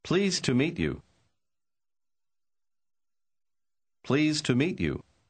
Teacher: Обратите внимание, что конечный звук «д» в слове «pleased» почти не слышен